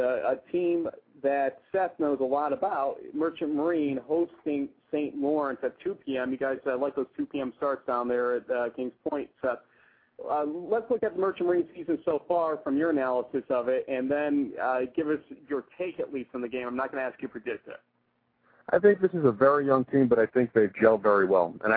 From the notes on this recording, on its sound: weekly call in show